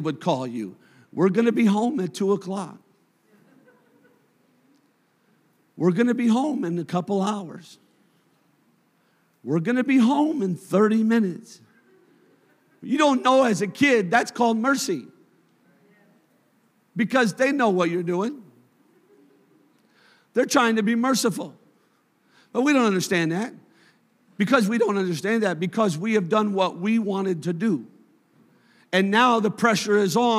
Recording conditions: large echoing room